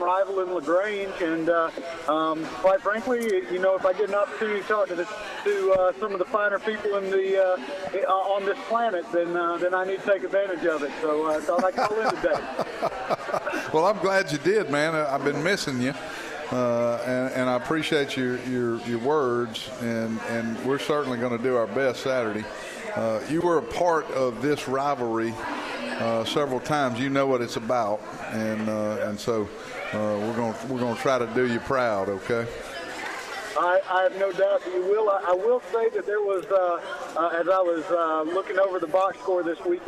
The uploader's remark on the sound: at the live broadcast of the show at Moe's Original Barbecue in Old Cloverdale